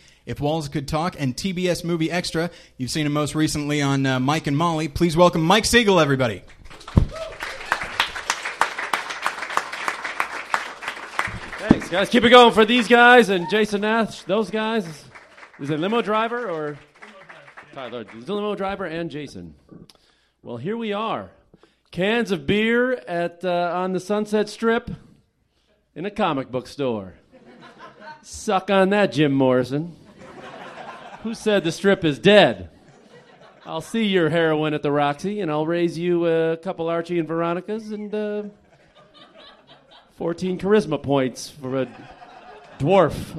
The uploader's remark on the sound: Battleship Pretension Live 4. At Meltdown Comics.